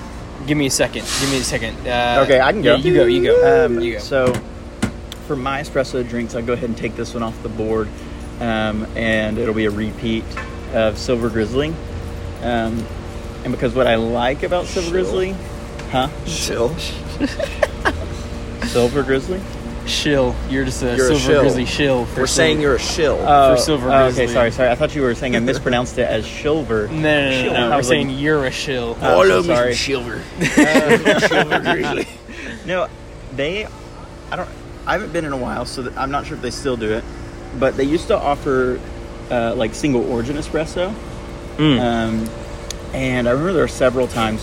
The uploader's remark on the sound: The boys are back together for a very special live recording outside Pax and Beneficia Coffee in Irving Texas. Although some background noise, we hope you enjoy.